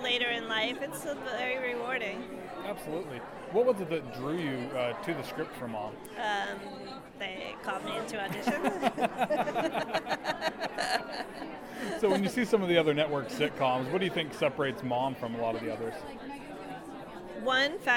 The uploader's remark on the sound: I am coming to you LIVE from the Blue Carpet at the 2018 Paley Festival in Los Angeles.